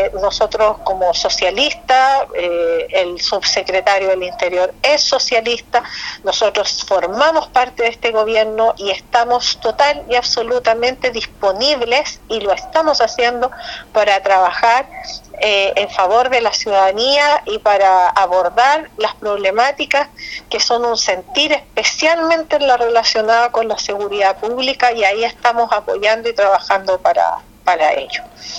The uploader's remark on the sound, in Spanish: EN CONVERSACION TELEFONICA